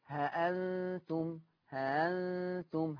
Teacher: الهمزة المسهلة لا هي تتحقق ولا هي تطلع حرف هاء، يبقى إذن ما ينفعش أسمعها هاء ولا أسمعها ها ها، لا دي صح ولا دي صح من جهة التلقي، والله أعلى وأعلم.